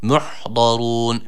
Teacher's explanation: Dilimizin sağ veya sol kenarını üst azı dişlere vurdurarak çıkartmış olduğumuz dat harfi. Bunu dal harfiyle, peltek z veya kalın z harfiyle karıştırmayalım.